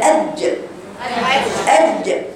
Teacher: بيعملوا جران في الجيم، الجيم ليس فيها جريان